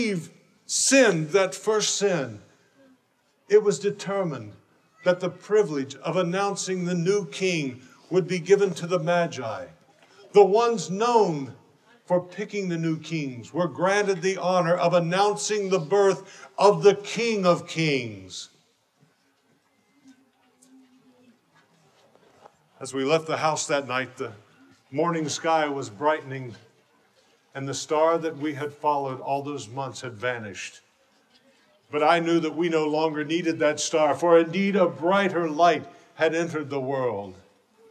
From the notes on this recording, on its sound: A powerful live drama presentation from Christmas Town at the Creation Museum.